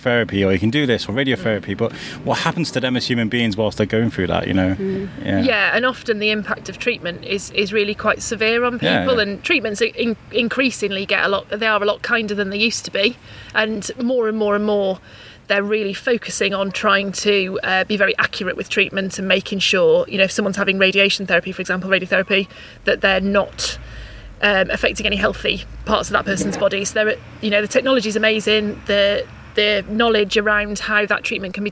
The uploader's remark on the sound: Coming to you from the sunny garden outside the Lingen Davies' office in Shrewsbury